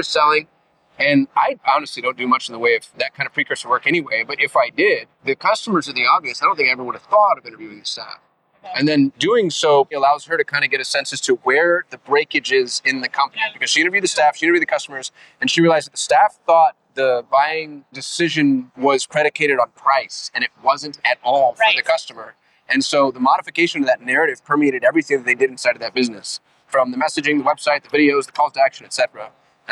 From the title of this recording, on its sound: Vegas! On Location - Traffic and Conversion Summit 2024